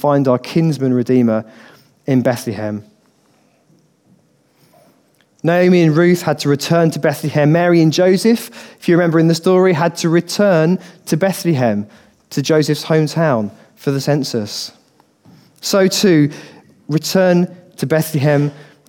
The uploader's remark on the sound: Recorded on 13/12/2015 at our Bournville gathering